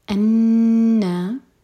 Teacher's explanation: انا نون پر شدہ ہے تو نون پر غنہ کریں گے